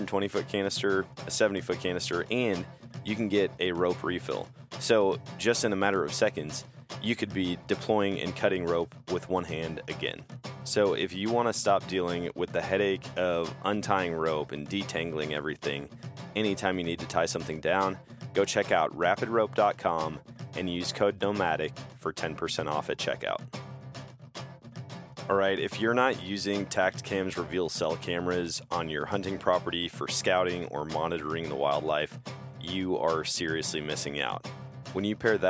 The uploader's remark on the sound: Sits down at a public land deer camp. Have been hunting public land in Wisconsin for the past several days.